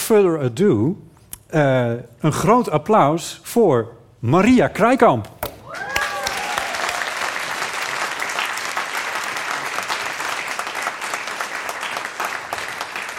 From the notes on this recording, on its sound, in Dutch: Live vanaf het podium van De Kleine Komedie in Amsterdam